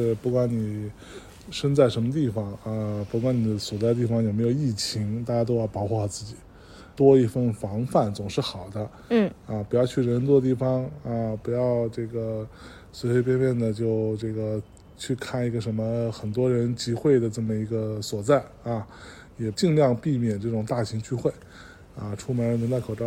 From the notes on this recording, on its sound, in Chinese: 这是一期在大年二十九晚上录制的节目。在基本没人的路上走了一大圈，并用手机录制了这期节目。